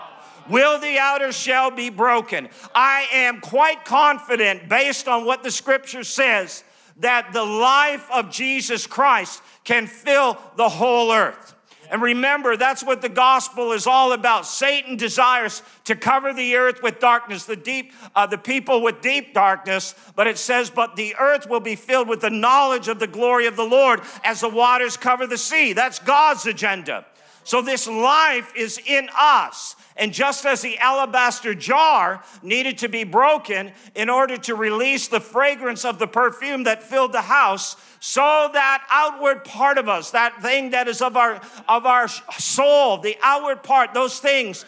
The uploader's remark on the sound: live from Neuma Church in Melbourne, Australia